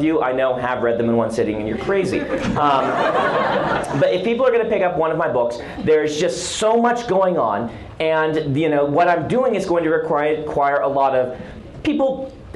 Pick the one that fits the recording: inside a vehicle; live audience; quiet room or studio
live audience